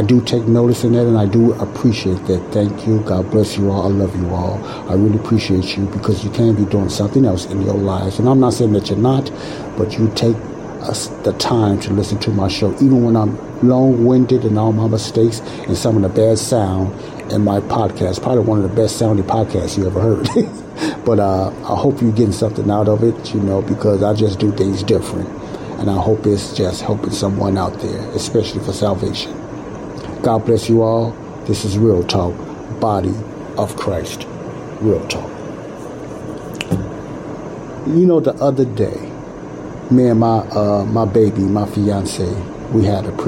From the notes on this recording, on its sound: I apologize but this Show was not recorded in a sound proof area, so there is noise in the background